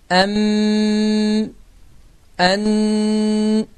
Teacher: səs, hava axını ağızdan yox, burundan çıxır · Term: qunnə